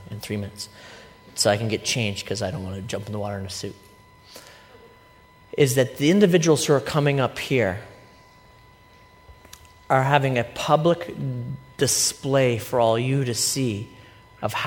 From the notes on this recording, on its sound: A recent sermon I delivered at Life Church. It happened to be a service in which we were baptizing a group of new believers.